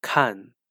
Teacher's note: Kan, which means to look, watch, or read, and is normally pronounced and heard in the fourth tone.